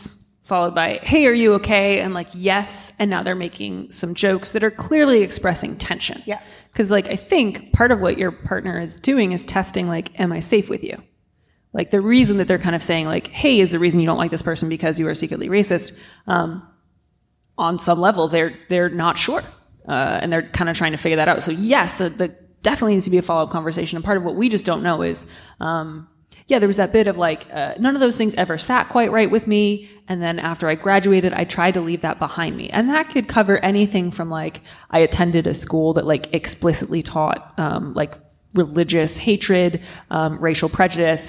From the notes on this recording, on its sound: Our first live show! Onstage at the Brava Theater in San Francisco. Answer questions from the crowd.